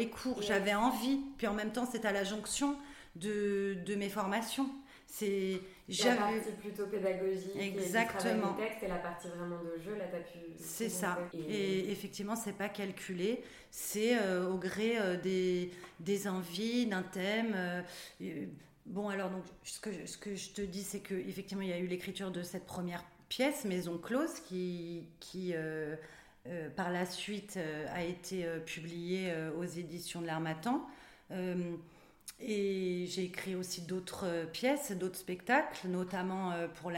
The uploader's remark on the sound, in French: C'est dans son théâtre à Avignon que nous nous sommes retrouvées pour enregistrer cet épisode